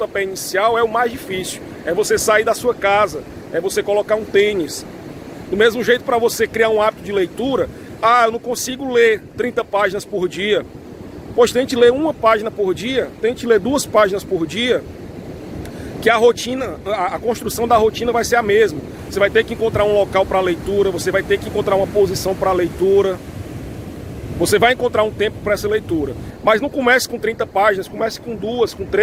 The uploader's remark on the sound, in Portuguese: Neste episódio gravado na praia (por isso o ruído do vento).